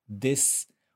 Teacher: Porque quando a gente fala, por exemplo, des, na verdade a gente escreve com S, U no nosso alfabeto, mas a pronúncia a gente não fala esse U, né? Então a gente fala des, como se tivesse só o S, e a gente não fala, não pronuncia a vogal U. · Term: desvozeamento